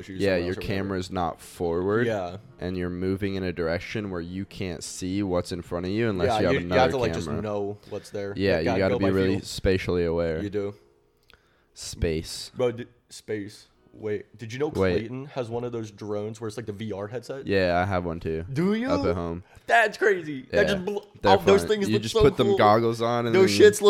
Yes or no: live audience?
no